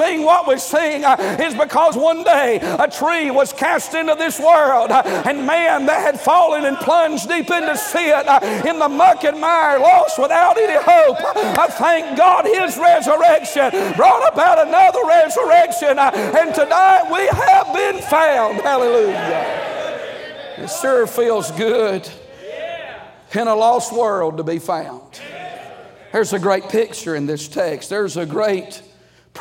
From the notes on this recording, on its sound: during the Monday Evening service of the 38th Annual National Pastors' & Workers' Conference in Santa Clara, California